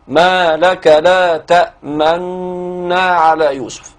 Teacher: يبقى الإشمام الإشارة إشارة إلى ضم محذوفة حال الوقف أو الإدغام، ومثال الإدغام في تأمن هي أصلها تأمننا، فأدغمنا النون الأولى في الثانية إدغام كبير وأبقينا أو أشرنا إلى ضمة النون المحذوفة الأولى المدغمة في النون الثانية بإشارة الشفاه ما لك لا تأمننا على يوسف هكذا.